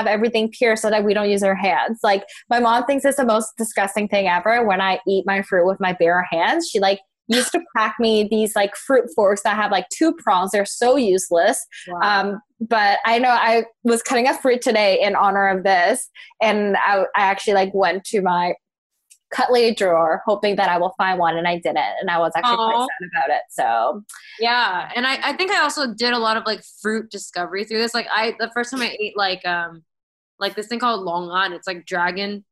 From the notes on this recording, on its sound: coming to you via our new bff, Zoom